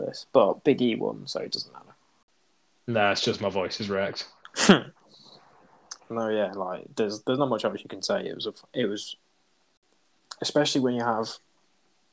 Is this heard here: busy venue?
no